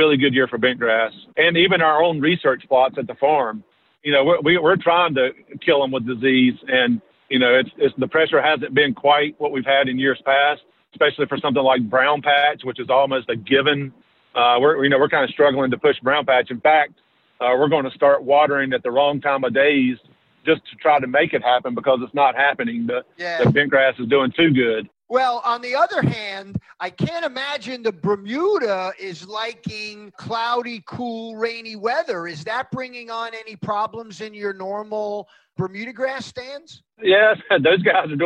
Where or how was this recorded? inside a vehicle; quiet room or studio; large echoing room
inside a vehicle